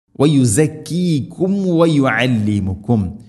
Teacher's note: സുക്കൂനുള്ള മീമിന് ശേഷം വാഉ വന്നാൽ രണ്ട് ചുണ്ടുകൾ തമ്മിൽ തട്ടിച്ച് മീമിനെ പൂർണ്ണമാക്കിയിട്ട് അഥവാ കൃത്യമായിട്ട് ഉച്ചരിക്കണം മീം